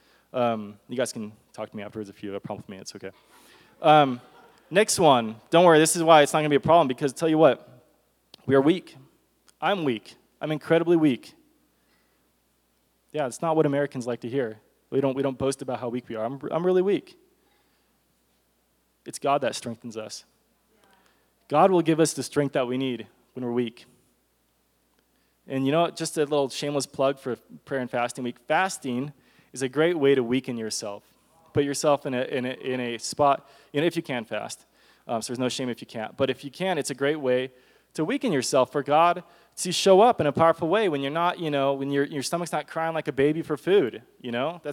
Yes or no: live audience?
yes